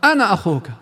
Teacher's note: راحت الألف كامل، هكذا قراءتها